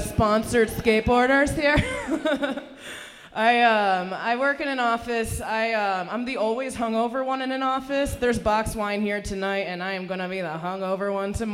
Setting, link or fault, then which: setting, busy venue